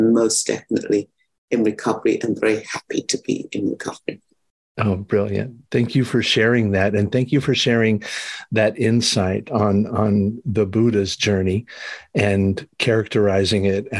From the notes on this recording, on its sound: Recorded 7.2.2023 in Raleigh, NC and Gibson, BC on Zoom